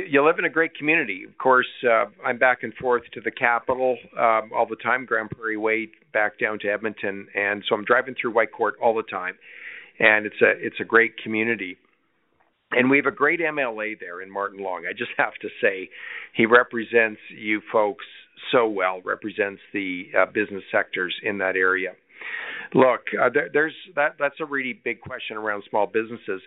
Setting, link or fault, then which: link, phone line